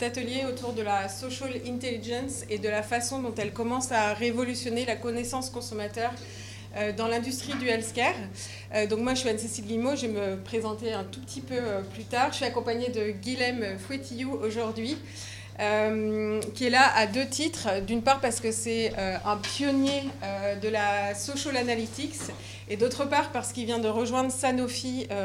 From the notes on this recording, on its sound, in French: Cette conférence, animée par 2 pionniers français du Social Listening et de la Social Intelligence a été enregistrée à l’occasion du Printemps des Etudes 2023, le salon du Research, de la data et des insights.